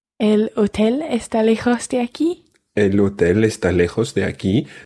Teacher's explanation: it's just like saying the statement, el hotel está lejos de aquí, but then raising your voice at the end.